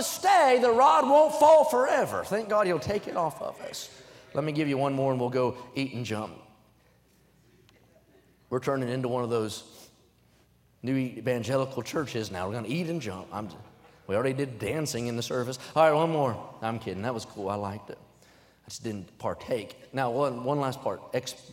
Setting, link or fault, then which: setting, large echoing room